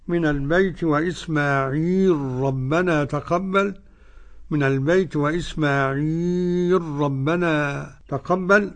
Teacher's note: قرأ بإدغام اللام في الراء السوسي عن أبي عمرو